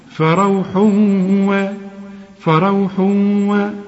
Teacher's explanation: فروح وريحان، التنوين اللي بعد واو اللي هو من حروف الإدغام، اوعى تنسى الغنة وكأن الواو عليها الشدة